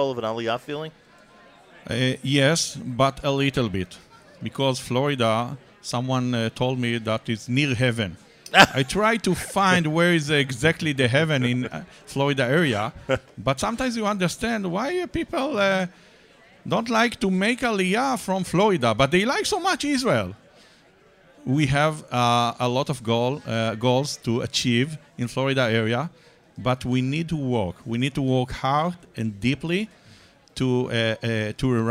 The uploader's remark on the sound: NSN Live From the NBN Mega Event in NYC.